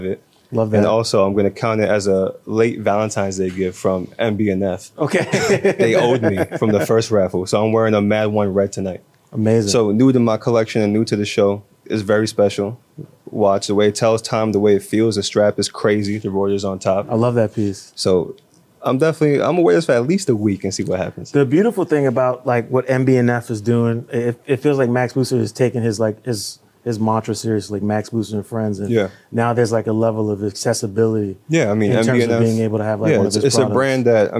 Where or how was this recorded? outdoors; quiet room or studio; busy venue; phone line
busy venue